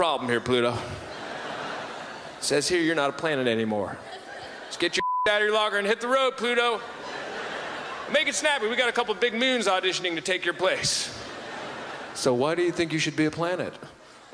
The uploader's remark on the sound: delivers a classically zany set at the 2008 Just for Laughs Festival in Montreal